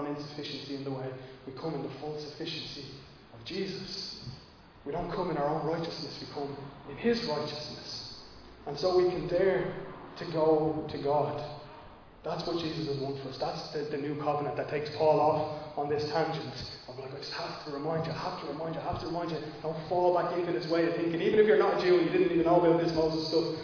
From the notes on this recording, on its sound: Recorded live in Liberty Church on 8 May 2022